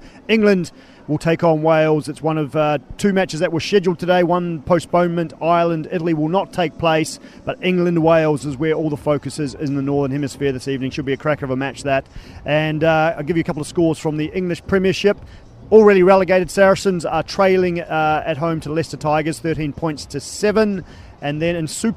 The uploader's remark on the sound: From their original home Barasti